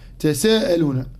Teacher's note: قراءة كلمة تساءلون بتخفيف حرف السين هكذا تساءلون، واتقوا الله الذي تساءلون به والأرحام.